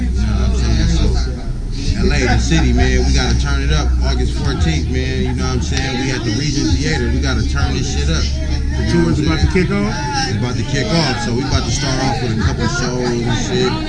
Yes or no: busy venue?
yes